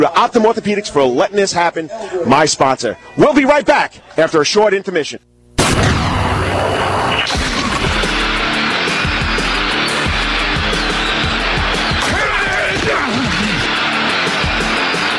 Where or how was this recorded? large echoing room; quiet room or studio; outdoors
outdoors